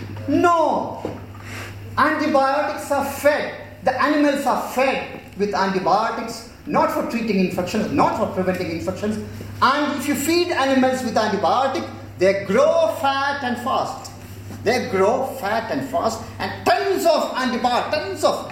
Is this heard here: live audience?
yes